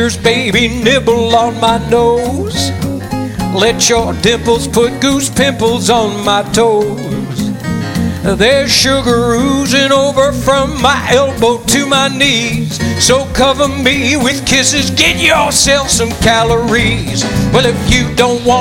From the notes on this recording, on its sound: Live at the Southpoint Casino